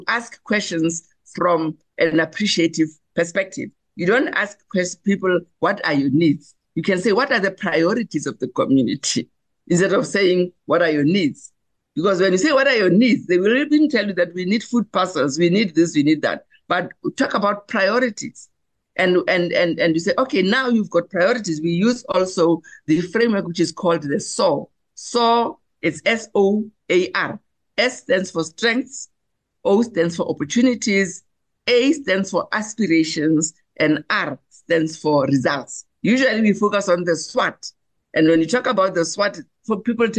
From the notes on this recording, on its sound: The Transformation Table Zoom Meeting 8 Feb 2024